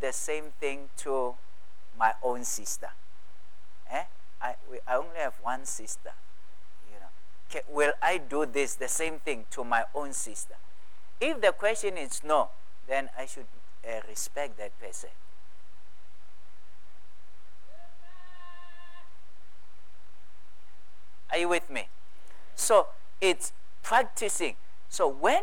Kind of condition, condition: setting, large echoing room